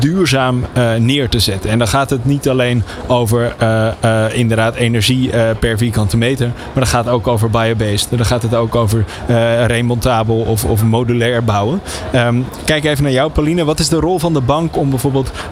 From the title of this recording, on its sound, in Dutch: New Business Radio op de PROVADA 2023